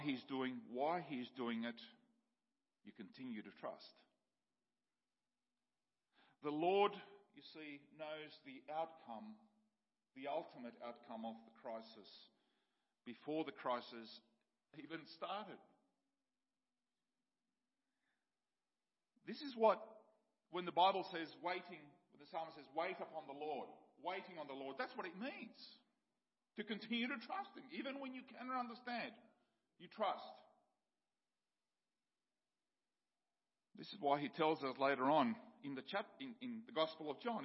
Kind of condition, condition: setting, large echoing room